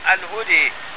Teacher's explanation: الفتحة التي على الدال أصبحت شبيهة بالكسرة، والألف التي بعد الدال أصبحت شبيهة بالياء، والإمالة تنقسم إلى قسمين: إمالة صغرى وإمالة كبرى.